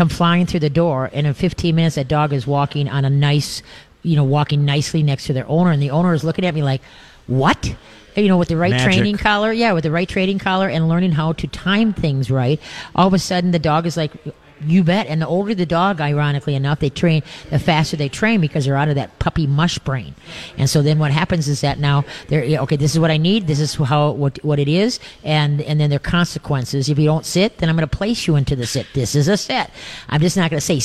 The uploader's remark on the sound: LIVE from Urban Tails for Pinky Swear!